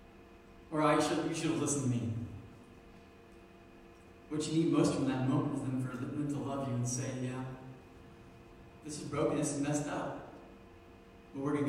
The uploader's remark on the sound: Sermon was preached October 27, 2019 at Meadville Church of the Nazarene